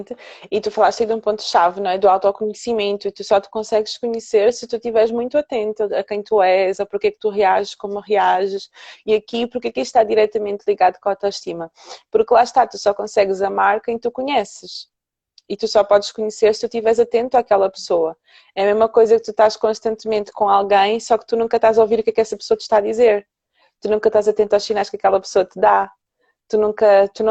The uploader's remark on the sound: LiveInstagram